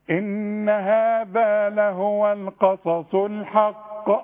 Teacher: لما تقف على القاف اللي عليها الشدة تبقى القلقلة أبين